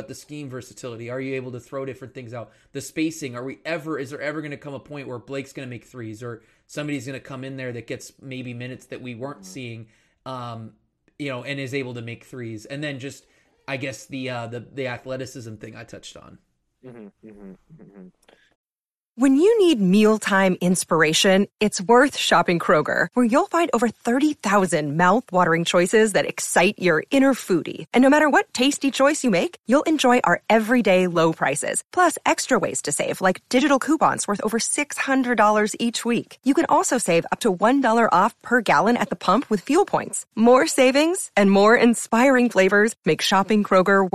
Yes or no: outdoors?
no